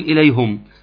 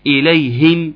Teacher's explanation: انما احنا عايزين ايه اليهم، اكسر الهاء كويس · Shown in: second take